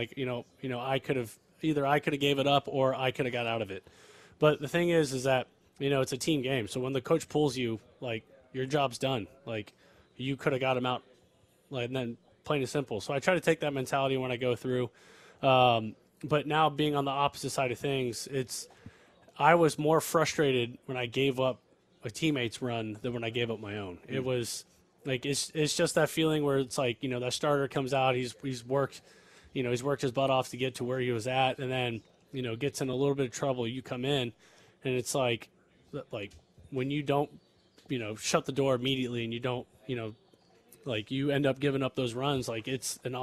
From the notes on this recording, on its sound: live from spring training in Surprise